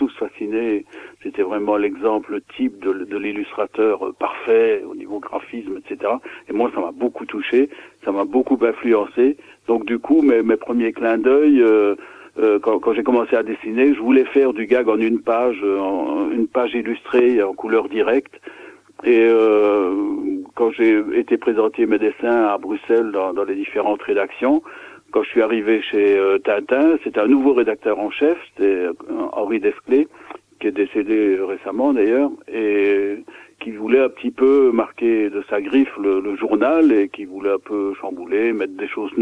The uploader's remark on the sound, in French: reçoit par téléphone